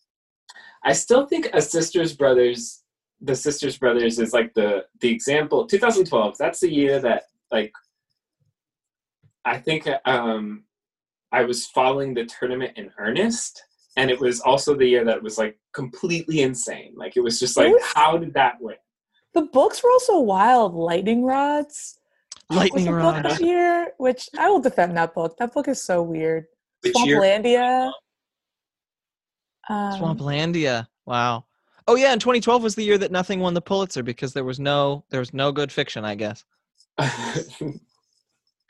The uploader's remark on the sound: Zoom After Hours